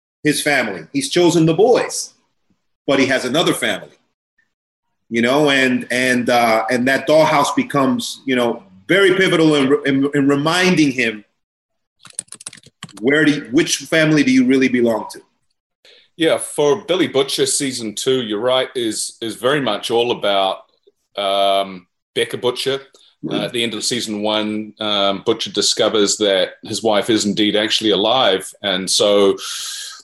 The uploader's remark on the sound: Zoom roundtable